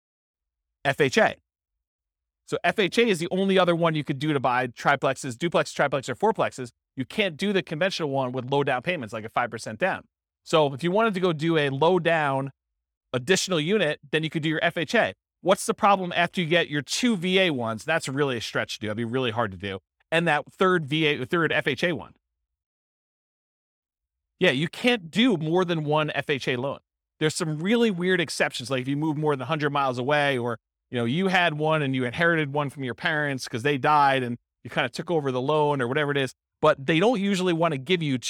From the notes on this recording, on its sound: This was a live class recorded